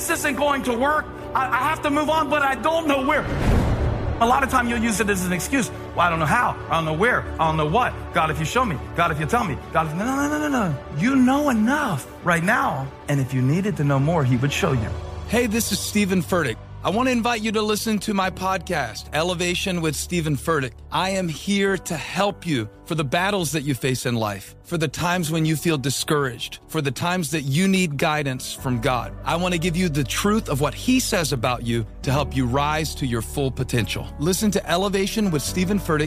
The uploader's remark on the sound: Live Broadcast From The Intrepid!